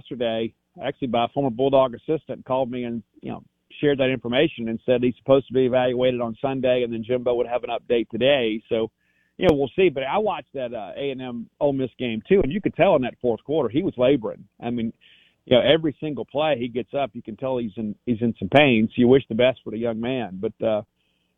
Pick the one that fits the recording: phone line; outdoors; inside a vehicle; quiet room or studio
phone line